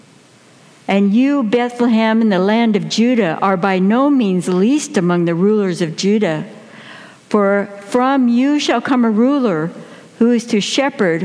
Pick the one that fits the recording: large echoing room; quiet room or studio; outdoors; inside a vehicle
large echoing room